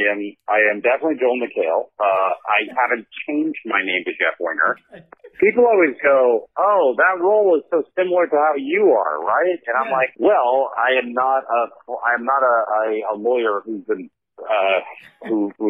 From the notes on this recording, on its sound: A very quick telephone conversation. As we conversed like old mates, awkwardly, with a time lag acting as a third wheel on our date.